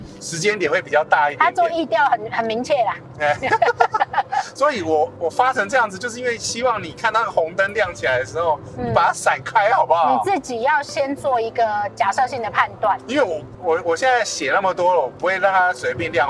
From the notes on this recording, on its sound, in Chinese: 本集因為在高速公路邊聊天邊錄音。背景噪音已經做過相對應處理，但還是沒辦法跟其他集數相比。